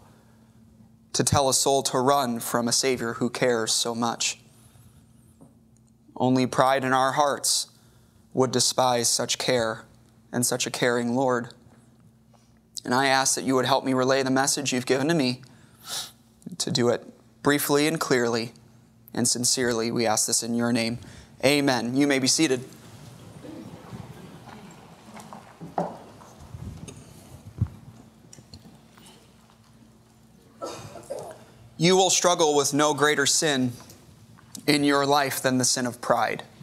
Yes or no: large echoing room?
yes